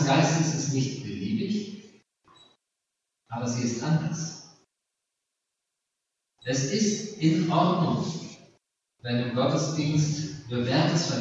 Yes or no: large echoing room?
yes